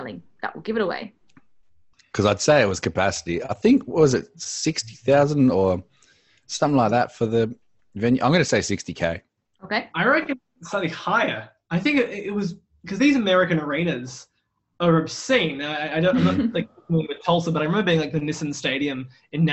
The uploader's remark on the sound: In the Spaceship Basement. Even through turmultuous Australian internet, and a zoom link that barely linked.